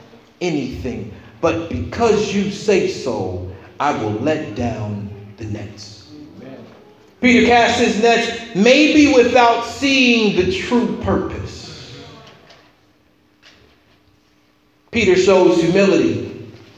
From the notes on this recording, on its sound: This was a message preached at Metropolitan CME Church in Cincinnati.